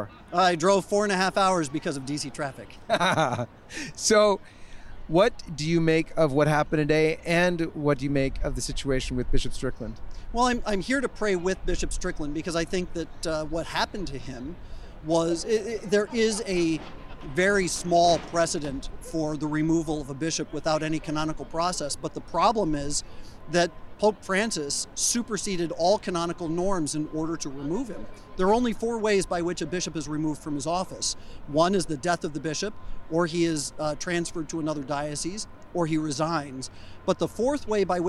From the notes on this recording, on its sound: Hundreds rally outside USCCB assembly. This exclusive on-the-ground report outside of the November 2023 USCCB Assembly.